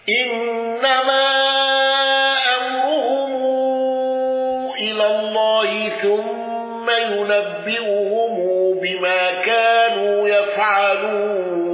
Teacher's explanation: قالون بصلة ميم الجمع وقصر المنفصل